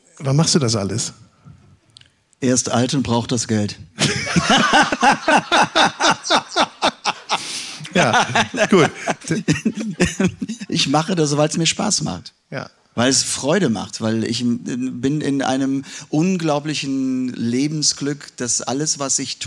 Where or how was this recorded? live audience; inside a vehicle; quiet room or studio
live audience